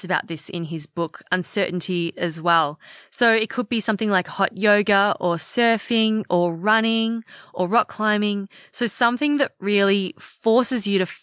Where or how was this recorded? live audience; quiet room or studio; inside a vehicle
quiet room or studio